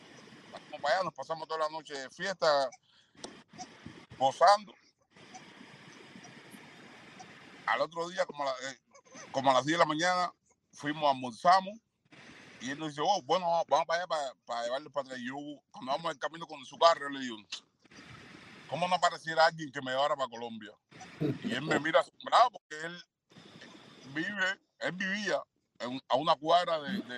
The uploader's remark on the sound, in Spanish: A pesar de la mala calidad del audio debido a problemas técnicos con la conexión.